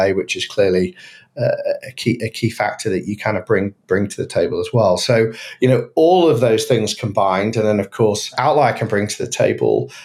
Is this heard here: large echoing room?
no